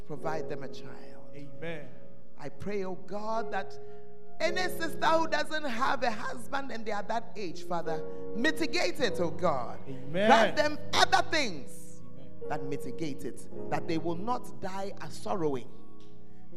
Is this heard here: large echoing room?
yes